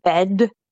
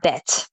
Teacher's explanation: make sure you pronounce that D as a T there · Shown in: second take